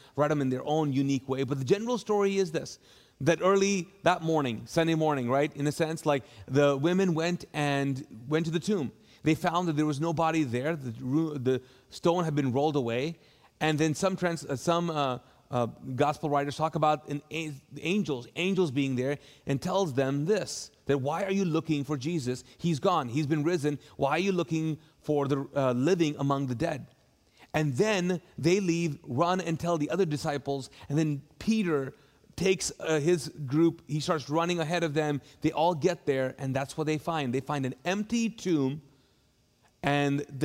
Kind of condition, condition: setting, large echoing room